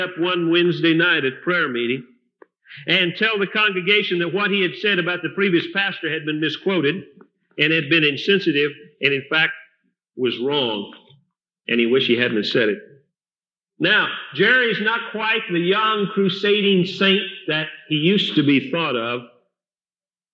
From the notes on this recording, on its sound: Recorded at Fillmore Bible Church, Fillmore, California, Circa 1982